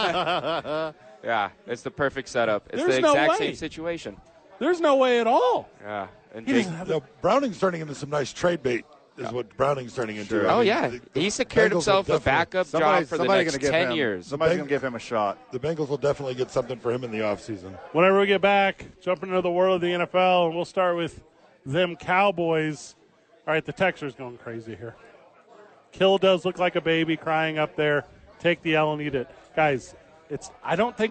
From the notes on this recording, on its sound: live at HOWIES!